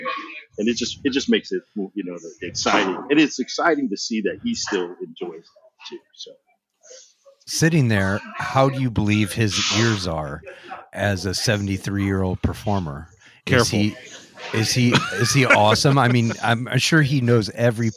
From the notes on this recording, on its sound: The audio on this episode is a little rougher than our typical quality, due to multiple scheduling conflicts we took the opportunity that we had, to get this episode recorded.